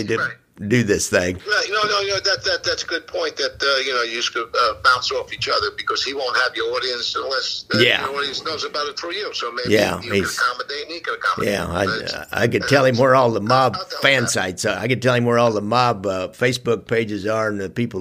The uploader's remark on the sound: This is a re-release of an interview I did last year. Via telephone.